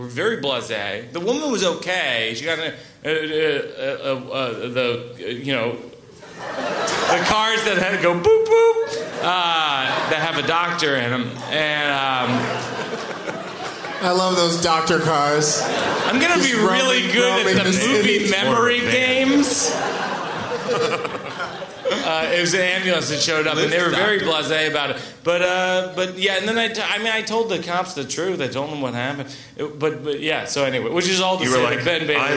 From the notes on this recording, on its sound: Live from the Gramercy Theatre in New York